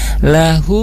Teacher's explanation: Kemudian di lahum ada mim sukun bertemu mim, di sana ada hukum idgham nislain atau idgham mimi, bertemunya dua huruf mim, maka dimasukkan mim pertama ke mim yang berikutnya, kemudian ditahan sekurang-kurangnya tiga harakat, ya seperti itu, ditahan dan didengungkan lahumma.